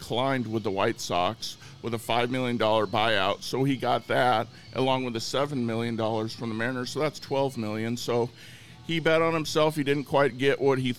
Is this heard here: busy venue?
yes